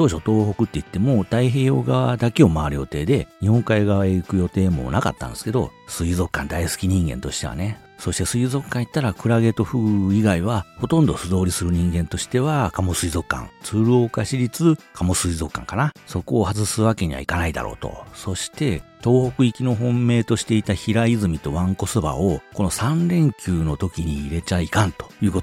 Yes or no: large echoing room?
no